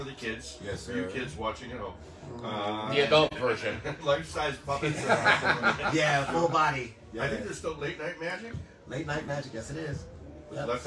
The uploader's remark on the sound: Live at the Peppermint Hippo!